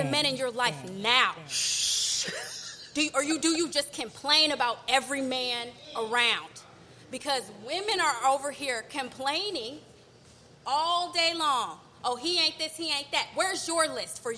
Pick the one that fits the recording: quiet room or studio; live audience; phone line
live audience